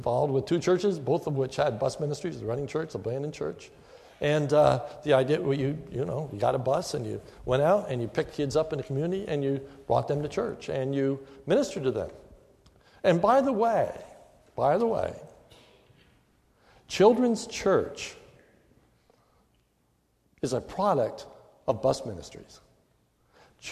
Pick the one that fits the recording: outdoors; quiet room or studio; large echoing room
large echoing room